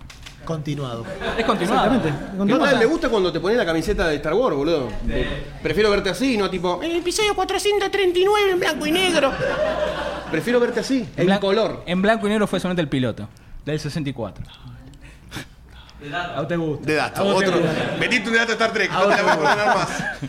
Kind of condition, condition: setting, live audience